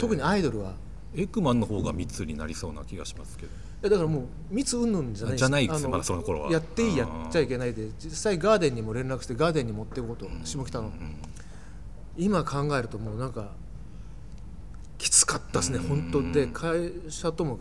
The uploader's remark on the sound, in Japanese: 収録場所：東京カルチャーカルチャー（渋谷）